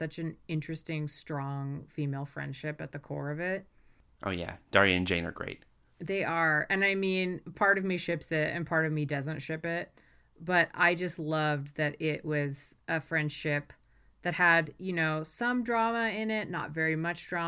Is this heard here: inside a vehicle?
no